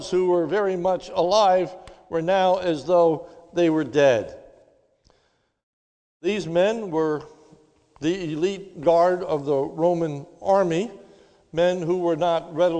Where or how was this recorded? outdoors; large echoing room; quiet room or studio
large echoing room